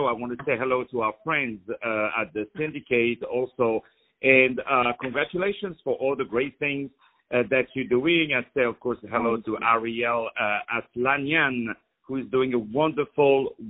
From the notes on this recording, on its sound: On the phone